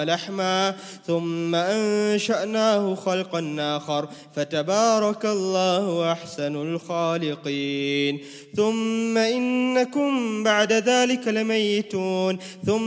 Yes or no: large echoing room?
yes